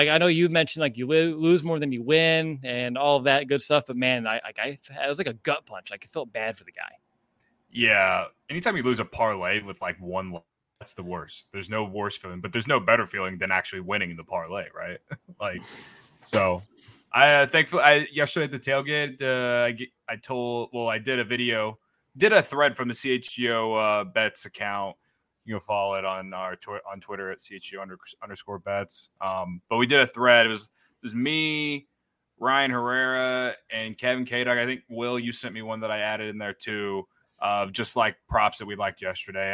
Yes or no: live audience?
no